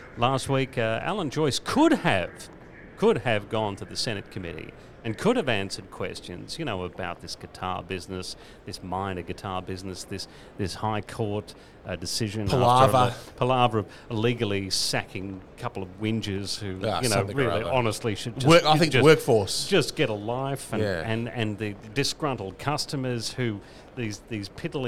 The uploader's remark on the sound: Live from the Chairman’s Lounge in Fyshwick. Live from the place where the real decisions are made.